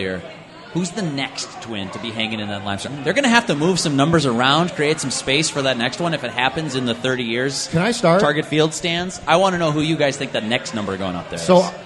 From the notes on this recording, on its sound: sit down at Fulton Brewery in Minneapolis